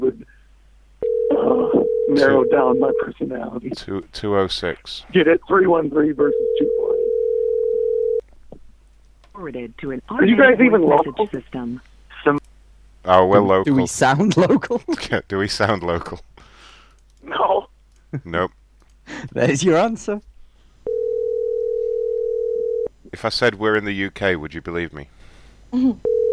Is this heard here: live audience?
no